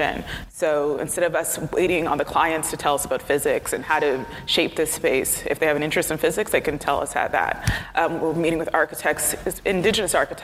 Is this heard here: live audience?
yes